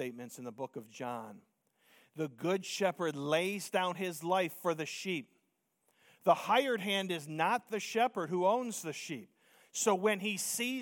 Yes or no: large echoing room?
yes